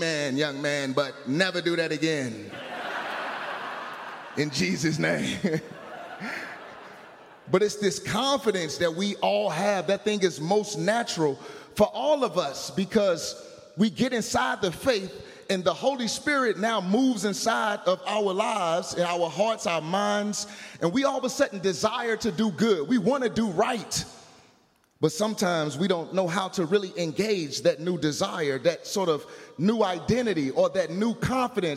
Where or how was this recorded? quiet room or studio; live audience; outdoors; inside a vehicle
live audience